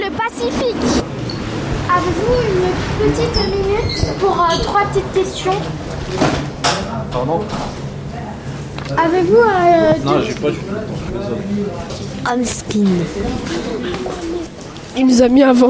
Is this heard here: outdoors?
yes